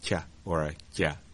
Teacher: palatal sounds where the entire dorsum of the tongue goes right up in there and makes a kya or a kya.